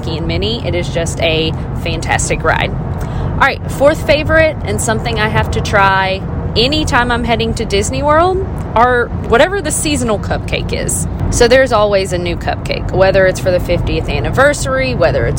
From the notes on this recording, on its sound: This on the go episode is a little chat from my car.